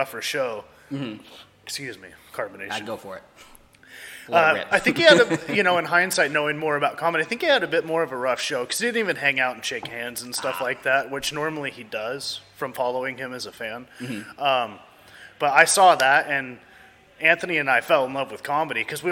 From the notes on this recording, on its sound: Recorded at Wildman Gastro Pub in Olympia Wa!